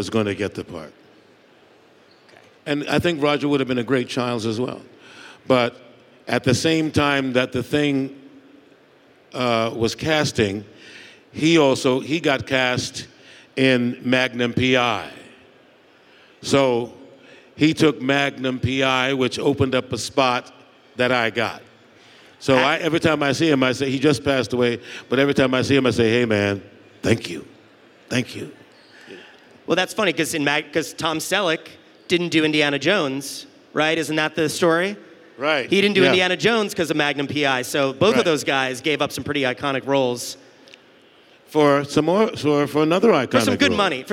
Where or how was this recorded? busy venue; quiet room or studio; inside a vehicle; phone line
busy venue